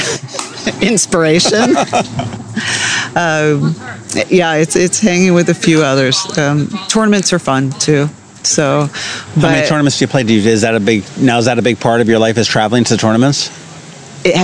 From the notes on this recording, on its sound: This was a ton of fun out at a picnic table adjacent to the new pickleball courts at Truxtun Park--complete with the Annapolis Fire Department whizzing by with sirens blaring!